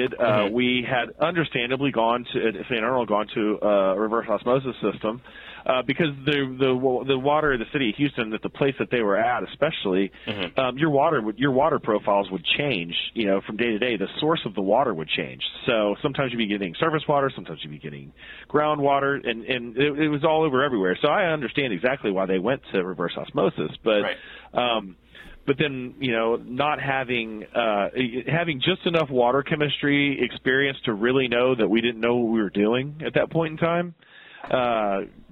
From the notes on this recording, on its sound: had the chance to talk to him on the phone